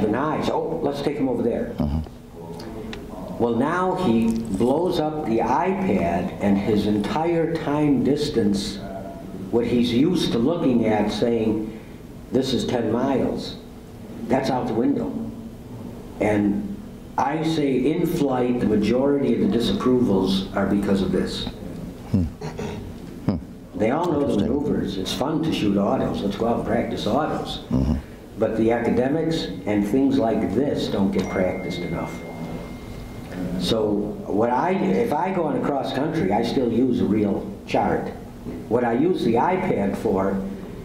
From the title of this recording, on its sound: Full Presentation From Heli Expo